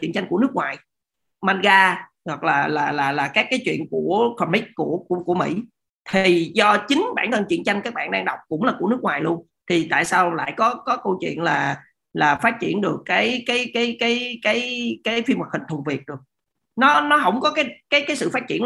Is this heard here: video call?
yes